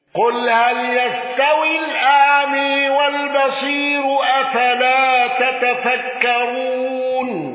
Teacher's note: حمزة بالسكت على أل والإمالة